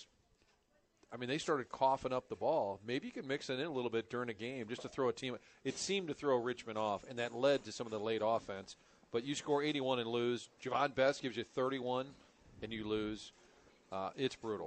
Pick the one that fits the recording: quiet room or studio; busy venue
busy venue